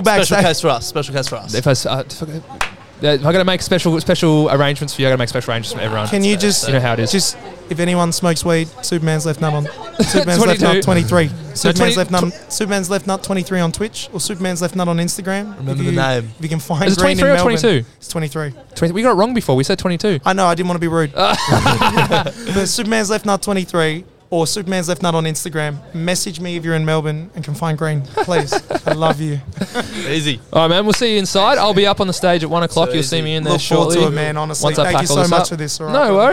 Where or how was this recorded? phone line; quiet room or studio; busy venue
busy venue